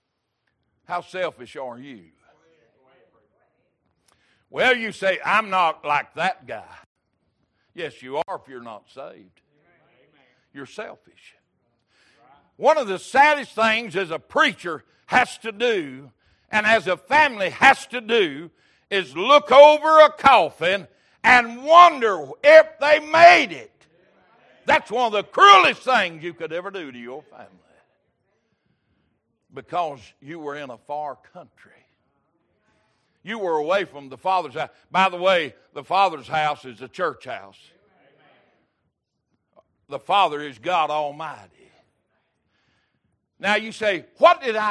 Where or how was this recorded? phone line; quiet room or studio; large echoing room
large echoing room